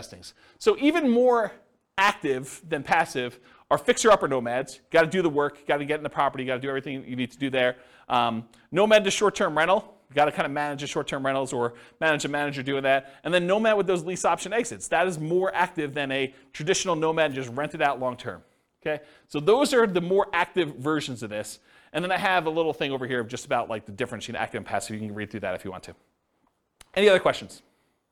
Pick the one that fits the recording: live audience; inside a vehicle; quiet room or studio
live audience